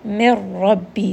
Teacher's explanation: But this one is going to be idgham without ghunna, meaning this noon sakin is going to get merged into the ra. And it is not going to go up into the nose. There is going to be no nasalization here.